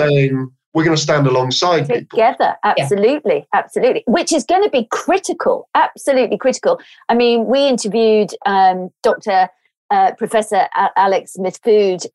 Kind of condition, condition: link, video call